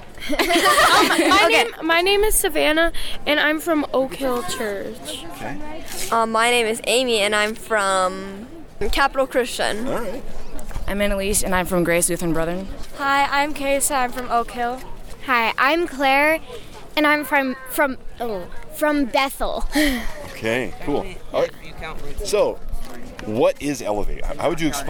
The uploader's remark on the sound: Live from Elevate